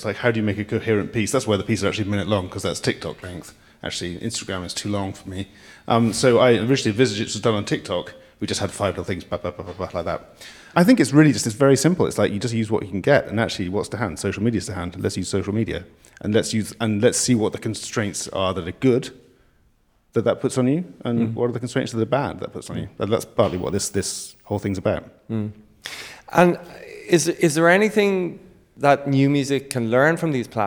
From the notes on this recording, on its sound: Amplify live at New Music Dublin. The second of two live recordings for New Music Dublin 2022. Live performance of his multisensory piece.